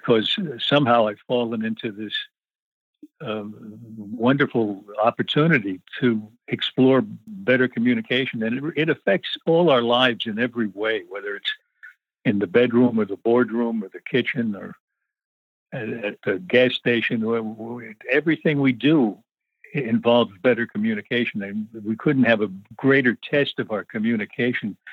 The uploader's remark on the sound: Please welcome to The Not Old Better Show via internet phone